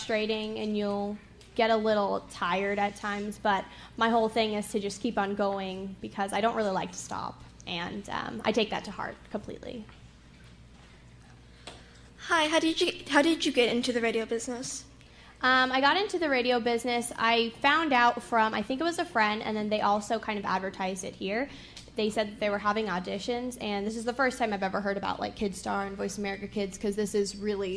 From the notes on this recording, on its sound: Live Show!